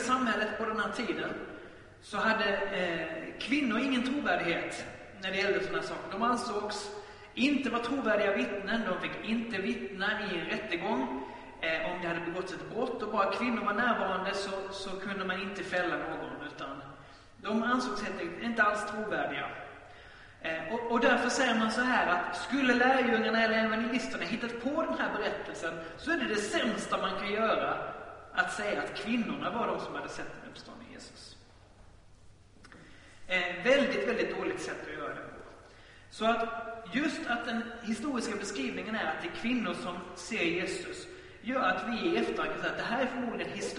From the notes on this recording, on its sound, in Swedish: Inspelad i Baptistkyrkan Tabernaklet i Göteborg.